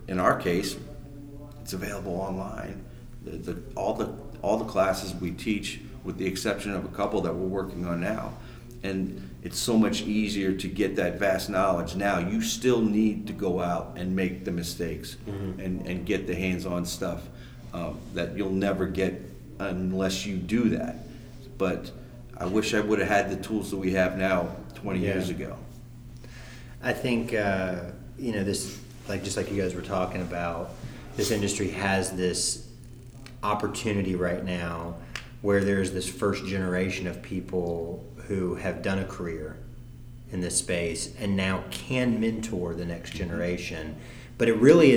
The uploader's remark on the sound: Live From The PWNA Event. The convention they just put on in Orlando.